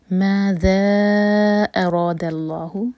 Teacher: ذا چار ہر کا لمبا ہوگا، یہ ہے مد منفصل